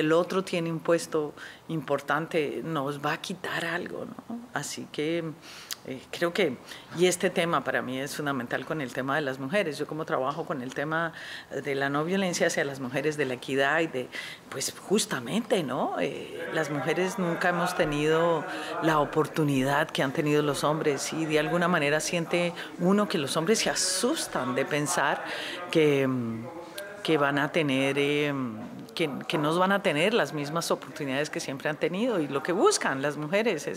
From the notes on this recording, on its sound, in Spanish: Durante el Festival Internacional de Cine de Cartagena de Indias , en medio de la brisa , el sol y la alucinante arquitectura de la ciudad amurallada